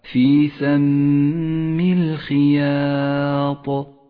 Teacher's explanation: الخياط، الخاء مكسورة تفخم بأدنى المراتب، والألف مرققة لأن حرف الياء مرقق والطاء مفخمة